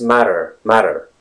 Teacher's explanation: It's as if you're replacing two T's with the R sound, except for the fact that your tongue actually touches the roof of your mouth, in this case, for a brief moment · Term: flap T